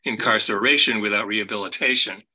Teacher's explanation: Second line is relatively cacophonous, and there are, you know, actually seven syllables between the first and second beat. Incarceration without rehabilitation, you know, really, really extremely kind of long, that dip between the two cells.